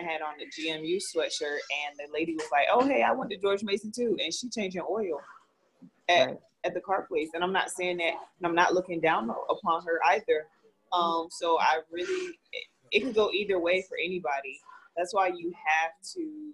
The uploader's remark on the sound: Bare with us, our audio, and quality will continue to get better and better.